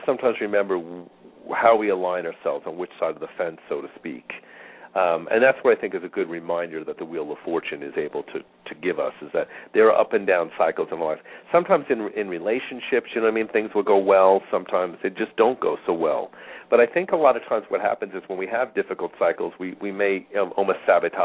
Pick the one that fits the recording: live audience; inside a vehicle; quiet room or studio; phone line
phone line